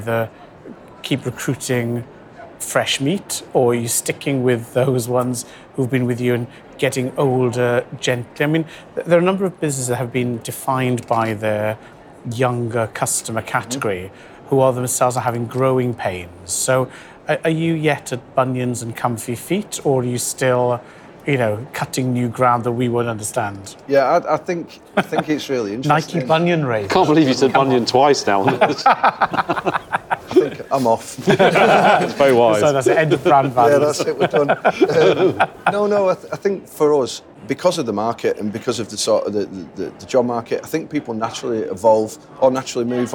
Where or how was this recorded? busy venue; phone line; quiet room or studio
busy venue